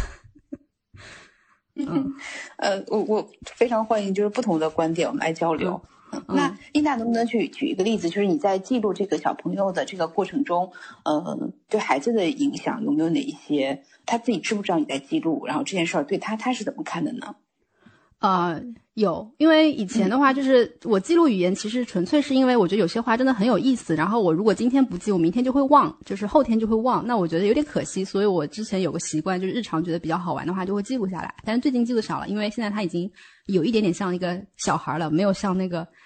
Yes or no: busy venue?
no